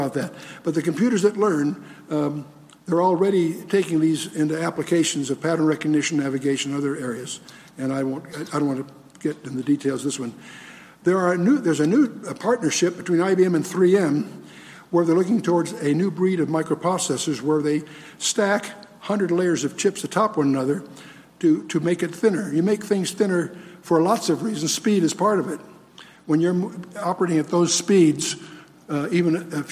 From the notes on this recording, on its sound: spoke at Calvary South Denver in Littleton Colorado on July 24, 2013